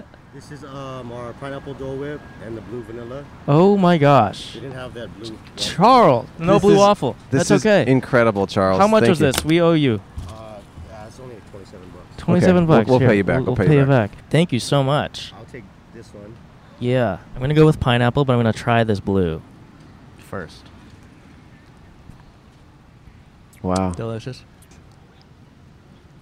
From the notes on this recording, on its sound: We finally left the states to record our first International episode in Honolulu! On Waikiki Beach in Honolulu, Hawaii.